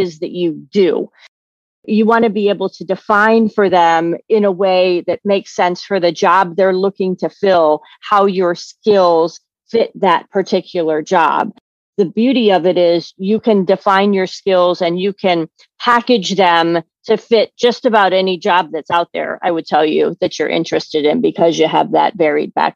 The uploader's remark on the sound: interview (via Zoom)